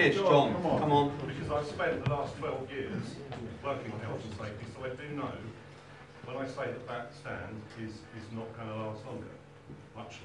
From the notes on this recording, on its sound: full AUDIO from the HUISC Fan Forum meeting